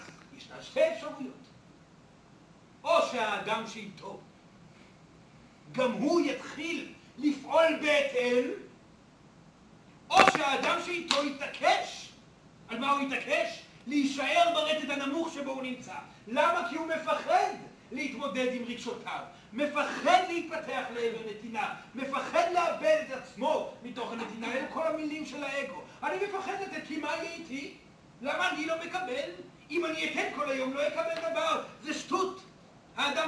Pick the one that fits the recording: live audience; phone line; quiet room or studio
live audience